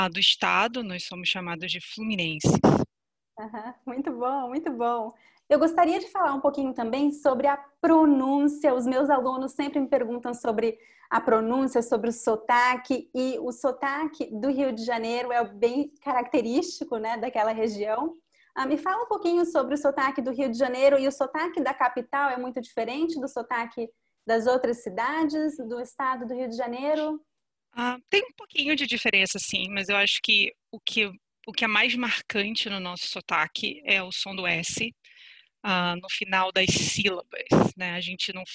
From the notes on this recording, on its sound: We had a long conversation via Zoom, and I recorded the conversation